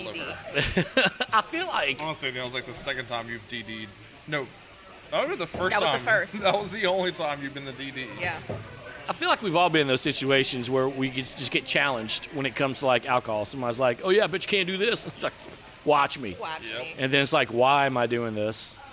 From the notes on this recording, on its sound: Is at Sugarfiled Spirits in Gonzales, Louisiana. At the release of their 2023 Screw Cancer collaboration with the distillery.